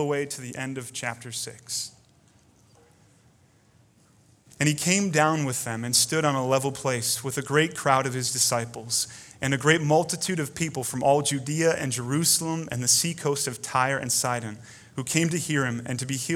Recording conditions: large echoing room